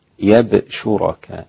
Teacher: حمزة والكسائي بفتح الياء وسكون الباء